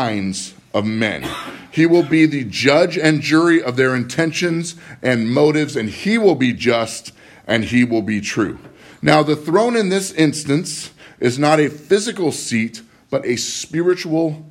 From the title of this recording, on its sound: Live from Living Word